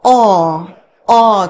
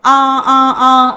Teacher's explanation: Tiếng Việt mình là O, O, O, âm thanh nó sẽ hơi cao. Nhưng mà ồ, ồ thì âm nó ấm hơn, trầm hơn.